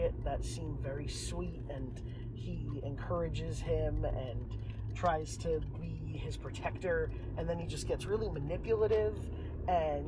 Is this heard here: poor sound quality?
yes